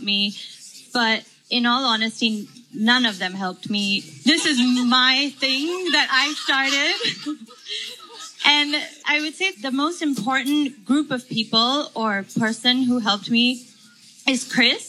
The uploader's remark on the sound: Live conversation recorded at Boutiques Fair Singapore.